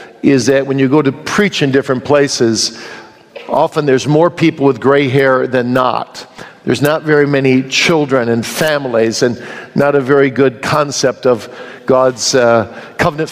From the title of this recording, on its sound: Q & A from the 2022 Boise Reformation Conference